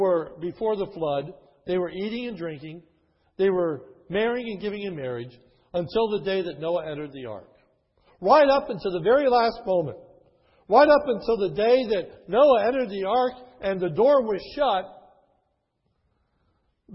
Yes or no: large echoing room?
yes